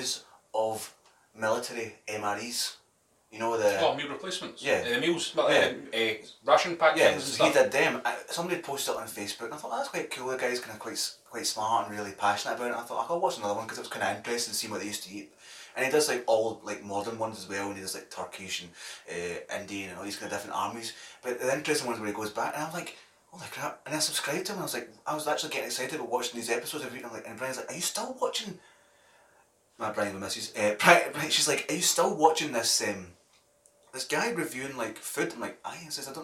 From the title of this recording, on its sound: POOR SOUND QUALITY